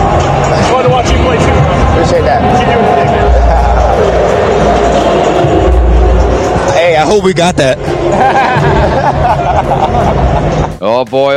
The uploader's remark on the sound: on Super Bowl Radio Row